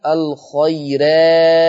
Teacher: والخيرات لورش عن نافع ترقيق الراء وصلا ووقفا الخيرات